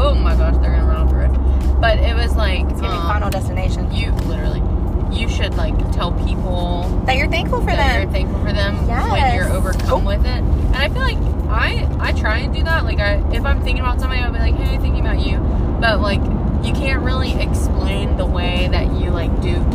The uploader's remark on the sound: Ofc we are in the car…